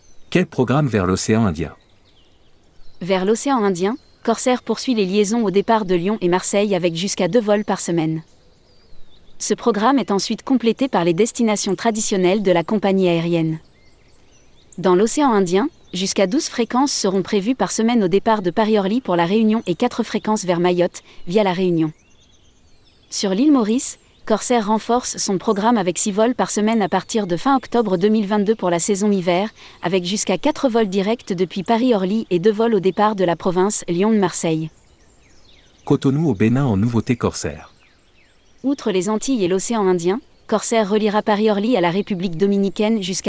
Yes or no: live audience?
no